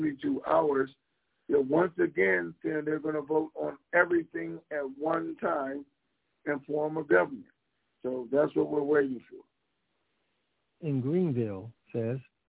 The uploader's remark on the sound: TNTSuperfantastic Conference Call